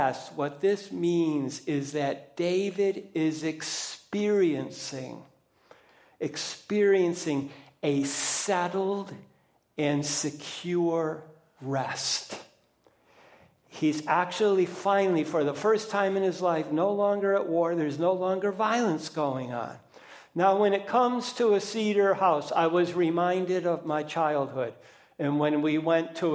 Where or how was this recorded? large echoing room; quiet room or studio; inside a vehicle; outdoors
large echoing room